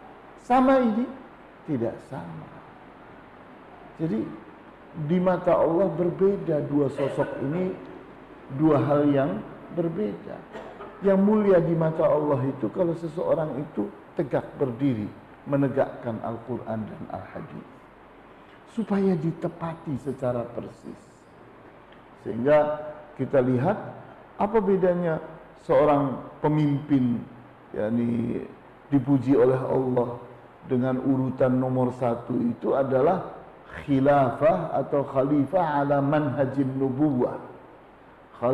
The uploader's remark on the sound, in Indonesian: LIVE STREAMING via Youtube MASJID AL-IHSAN CIPINANG MUARA 3